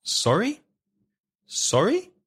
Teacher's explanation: And be careful of the intonation, because if you only use sorry for repetition, you need to have rising intonation